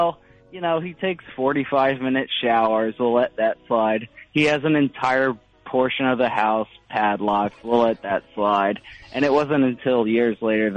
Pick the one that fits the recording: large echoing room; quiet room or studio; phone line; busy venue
phone line